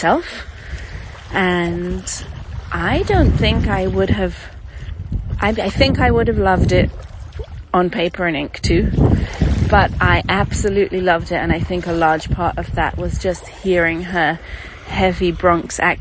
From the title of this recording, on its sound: Formentera, a field recording.